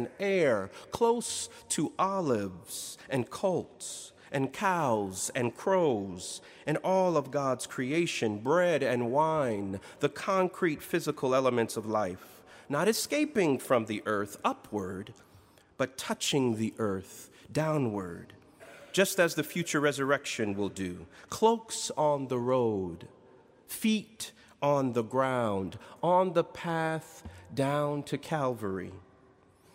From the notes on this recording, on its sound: in Duke Chapel on April 14, 2019